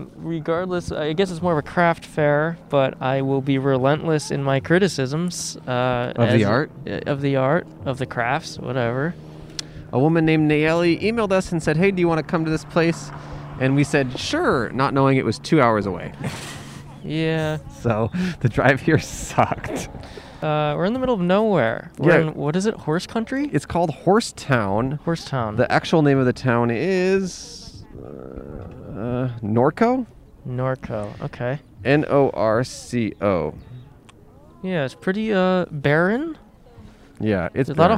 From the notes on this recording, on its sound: We set up outside a craft fair in a town built for horses and their equine-obsessed owners! In Norco, California, AKA "Horsetown, USA."